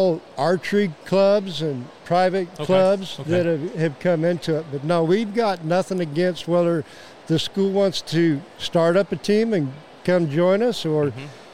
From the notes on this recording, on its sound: This week the guys traveled to Springfield to record a remote episode from the Illinois S3Da State Championships.